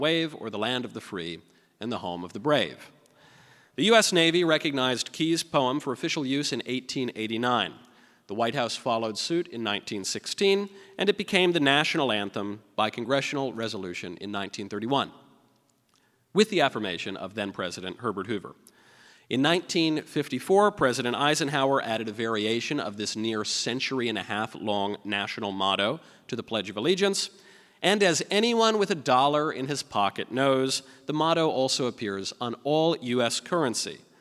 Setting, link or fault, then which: setting, live audience